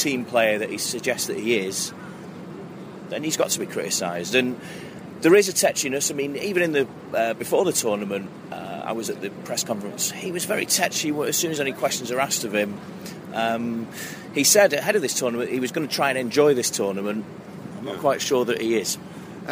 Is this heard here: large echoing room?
no